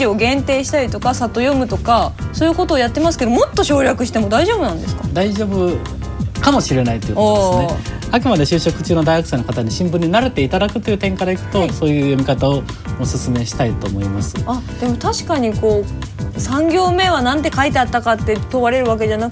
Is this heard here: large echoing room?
no